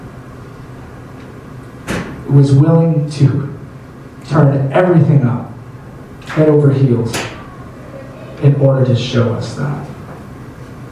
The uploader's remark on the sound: Sorry for the audio quality. Our normal equipment was not available.